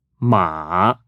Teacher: the only tone which goes in two directions. It starts downward to the low range, then rises. · Term: Third tone